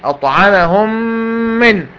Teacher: ميم بعدها ميم إدغام، أخليها ميم واحدة مشددة. · Term: إدغام مثلين صغير